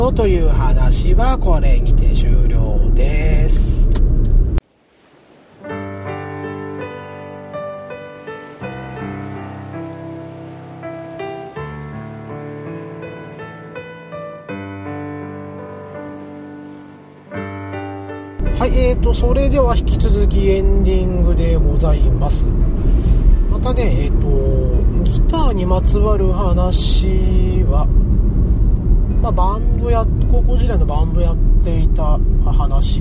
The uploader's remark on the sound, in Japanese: 今回も車中録音ですので、聞き取りにくいと思いますが、ご容赦下さいませ。